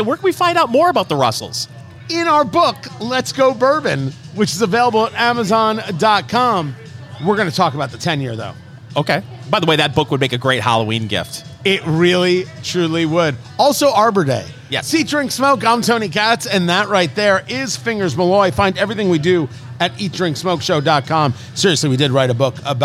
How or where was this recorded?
busy venue